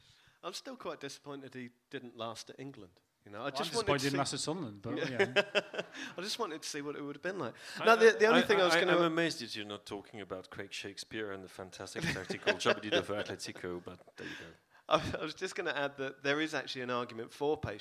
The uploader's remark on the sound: The second half of our Q&A event at Dublin’s Sugar Club held on Monday 24th April. Some of the comments made on the night were strictly off the record, so you’ll notice a couple of dips in the sound on occasion.